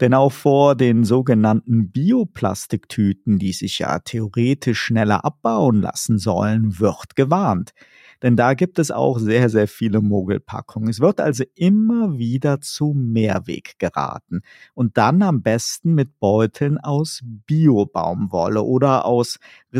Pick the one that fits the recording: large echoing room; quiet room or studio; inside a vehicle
quiet room or studio